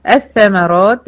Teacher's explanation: بنطقش اللام، بدخل على ث مشدده لان اللام دخلت ادغمت فيها · Term: ادغام شمسي